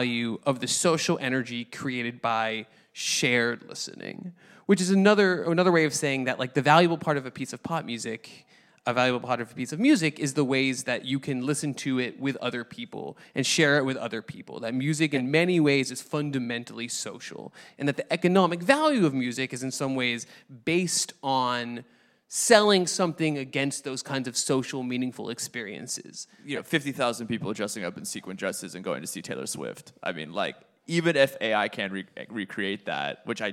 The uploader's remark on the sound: Live at Wavelengths Summit. Ignore the technical difficulties. Live from the Wavelengths Summit in Brooklyn, New York!